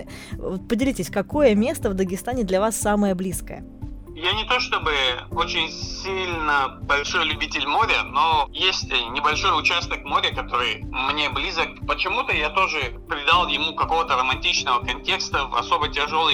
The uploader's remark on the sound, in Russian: Мы связались с писателем по телефону.